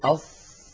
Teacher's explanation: نلاحظ بأن الصوت يصطدم بالصفحة الداخلية للثنايا العليا، ولكن لا نضع رأس لساننا هناك، فهذا خطأ قبيح جدا، · Term: الصاد